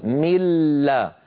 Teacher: النون تحولت بجزئيها إلى لام، فلو ضغطنا الآن نجد بأنه معدوم. · Term: إدغام كامل